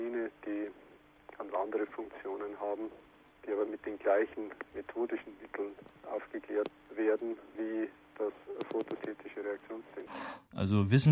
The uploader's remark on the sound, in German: In einem Telefoninterview